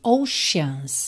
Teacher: Atenção que esse C vai ter um som de X ou de SH, sh, sh, ok?